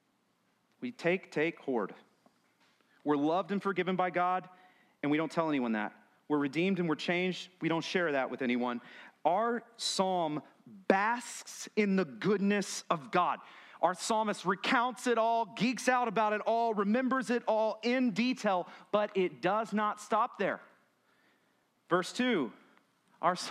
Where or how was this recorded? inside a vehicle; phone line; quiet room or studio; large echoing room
large echoing room